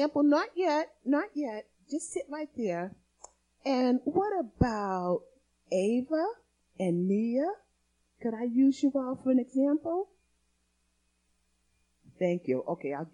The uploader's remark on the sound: Recorded on 2016-02-28 at the 08:30am Service